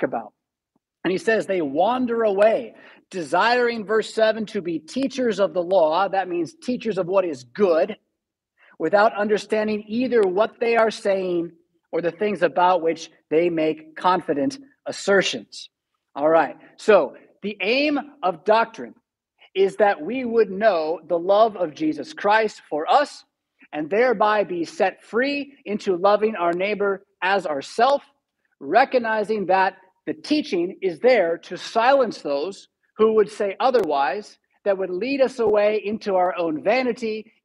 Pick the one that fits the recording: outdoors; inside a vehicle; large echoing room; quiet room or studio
large echoing room